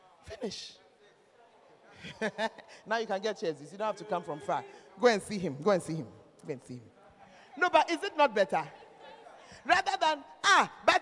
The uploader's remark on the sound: Preached At The 12 Foundations Of The Bacenta Camp